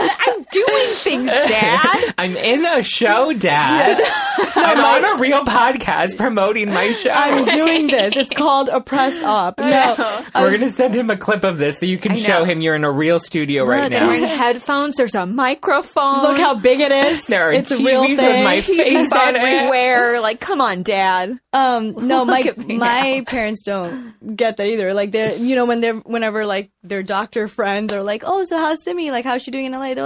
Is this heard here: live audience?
no